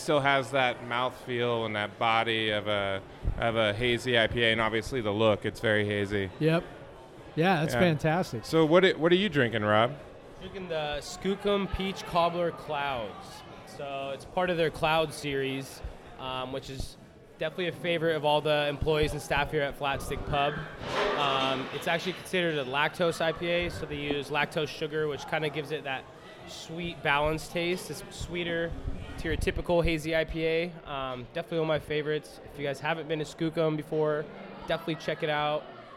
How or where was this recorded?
busy venue